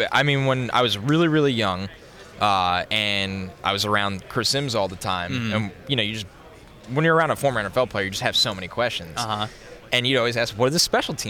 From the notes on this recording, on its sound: come to you live from the 2023 NFL Combine